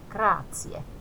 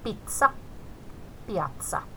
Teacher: Z-kirja on samanlainen kuin meillä Suomessa, eli terävä TS